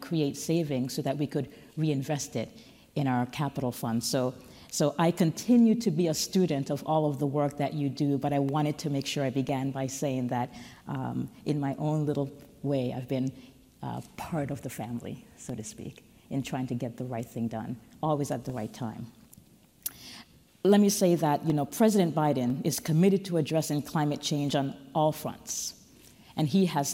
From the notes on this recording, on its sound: USGBC Live Washington DC Opening Keynote. Joins USGBC Live in person in Washington, DC on June 9 to deliver keynote remarks at our opening session.